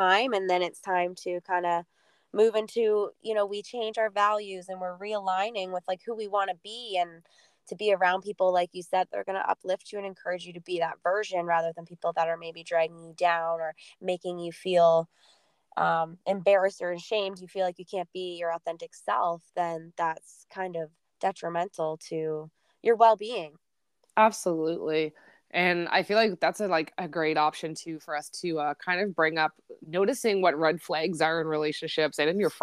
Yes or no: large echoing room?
no